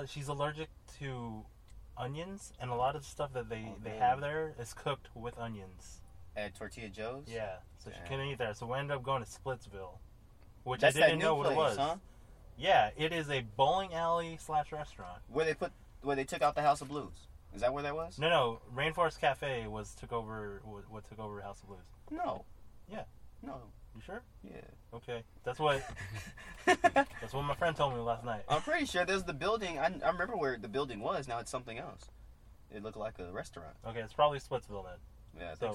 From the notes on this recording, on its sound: The boys are finally back together in the car.